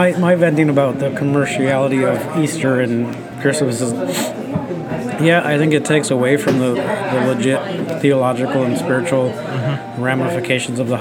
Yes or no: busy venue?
yes